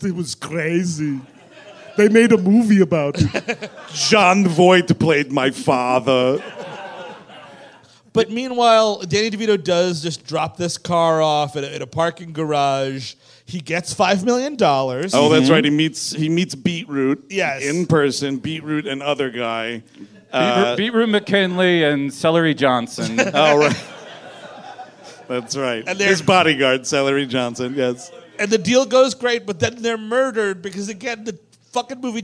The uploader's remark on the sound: At the world-famous Hollywood Improv in Los Angeles, CA. The guys are live in Los Angeles. The guys wear flammable shirts live on stage!